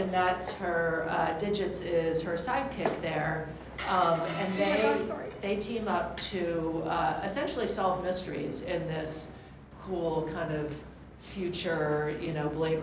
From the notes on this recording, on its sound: panel from New York Comic Con